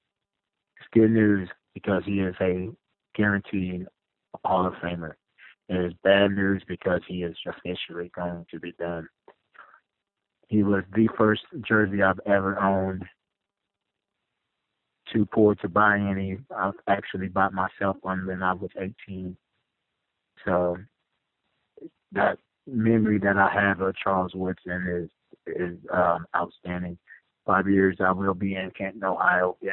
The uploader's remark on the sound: Raider Nation “Boneline” Call-in Segment